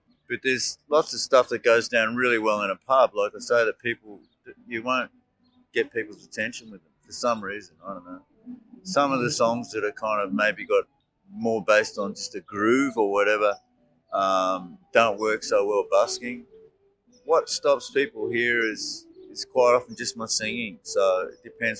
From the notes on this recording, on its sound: Interview recorded on May 30, 2023 (Bourke Street Mall, Melbourne Central Business District). Busking solo on Melbourne’s streets.